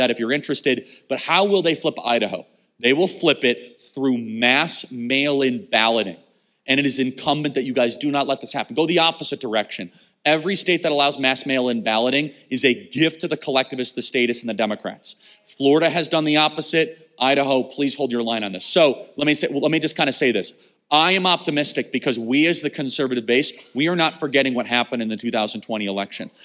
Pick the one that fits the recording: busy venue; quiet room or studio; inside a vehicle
busy venue